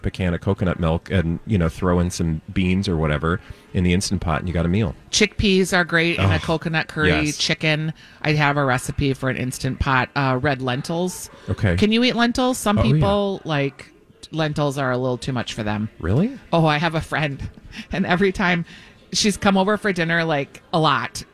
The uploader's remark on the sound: live at Southern Lights!